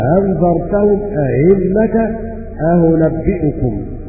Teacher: بتسهيل الثانية من غير إدخال